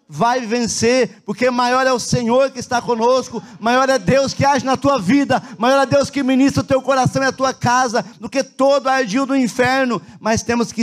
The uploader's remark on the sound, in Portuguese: na Igreja ABA Curitiba (Transmitido ao vivo)